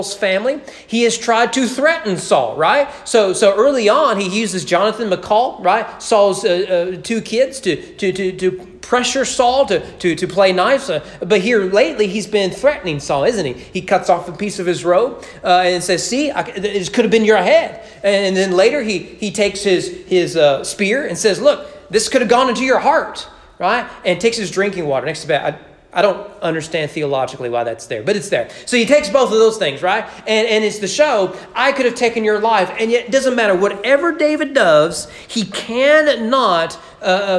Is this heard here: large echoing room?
yes